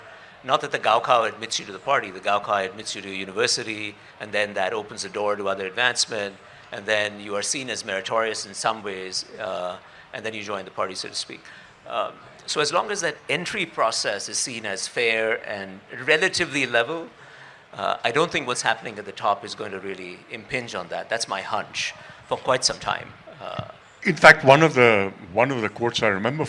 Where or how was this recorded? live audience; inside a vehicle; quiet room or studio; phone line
live audience